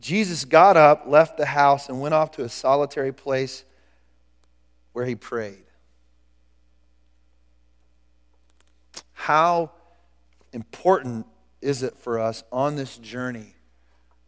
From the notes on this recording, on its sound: Recorded at The Calling Community Church located in Platte City, Missouri. Services are held at the Platte County High School Auditorium.